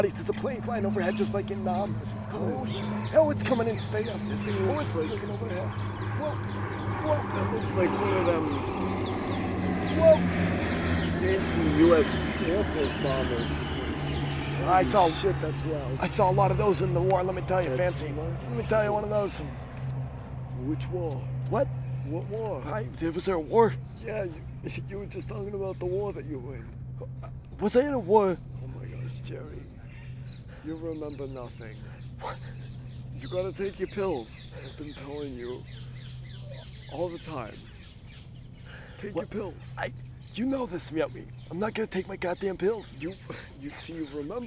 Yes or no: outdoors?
yes